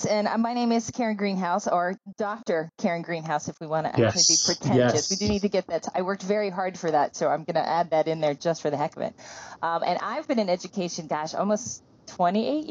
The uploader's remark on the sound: Since we don't travel together anymore, this gives us a chance to connect again, even if virtually! Bear with us as we learn the ropes of podcasting and explore our sound issues and all things technical!!